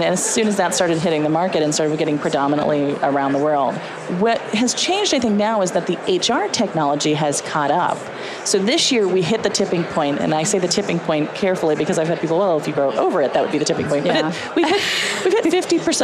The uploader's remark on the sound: LIVE from Las Vegas, at #HRTechConf